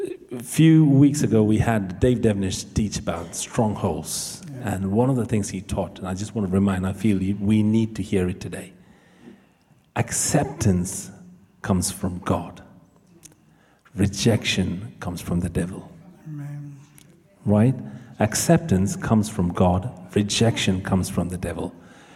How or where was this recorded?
large echoing room